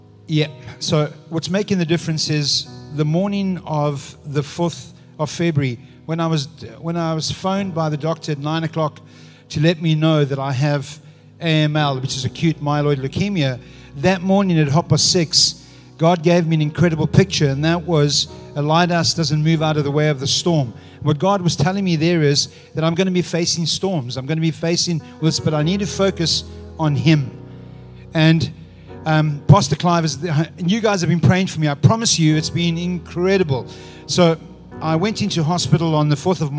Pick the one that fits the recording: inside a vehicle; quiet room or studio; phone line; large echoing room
large echoing room